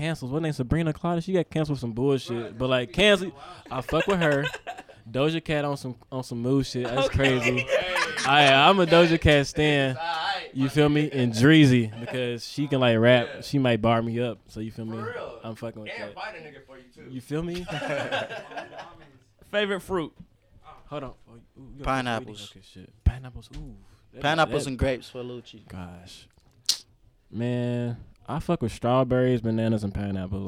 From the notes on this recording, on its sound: Live at Louievolve: The sequel! The guys head down to the Pop-up event in The Courtyard at Soulstate during Louievolve.